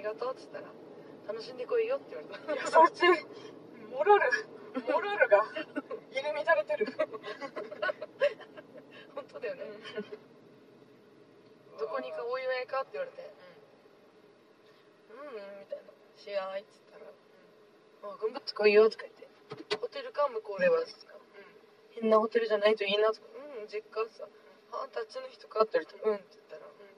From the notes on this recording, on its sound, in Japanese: ドライブ恩納村編。ふらふらとたどり着いた恩納村での。ドライブ収録続きです。